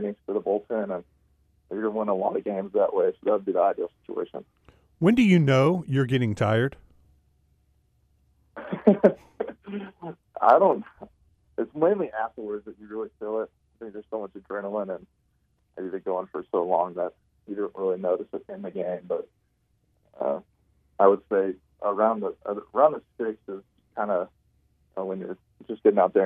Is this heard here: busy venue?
no